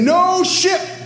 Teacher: it is a bilabial plosive stop, not a linguodental stop